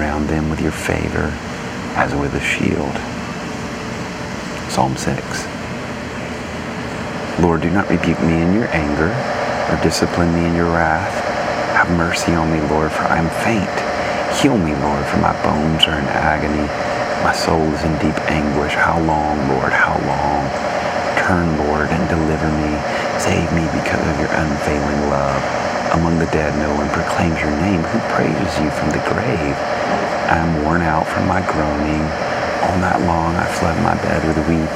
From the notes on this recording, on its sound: Sitting by an elevator in Toronto hotel so sound quality is not normal!